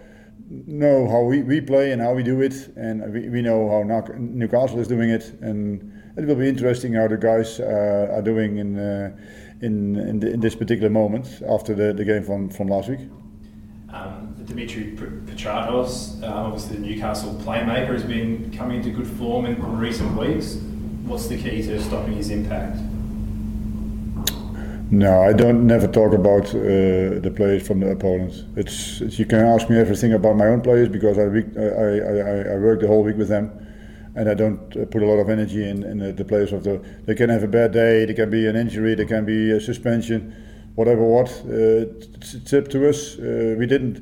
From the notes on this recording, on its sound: Hyundai A-League 2019/20 Round 9. Pre-Match Press Conference.